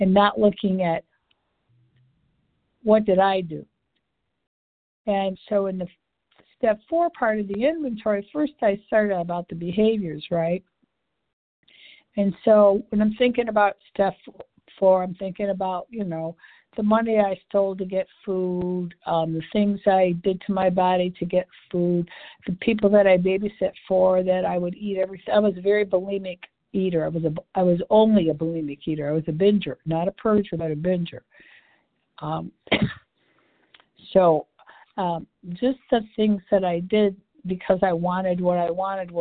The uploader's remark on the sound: 100 Pounders Phone Meeting